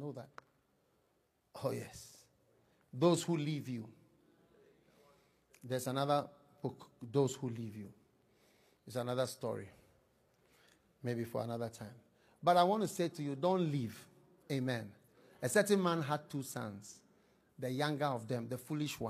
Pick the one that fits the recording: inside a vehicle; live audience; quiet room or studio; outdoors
live audience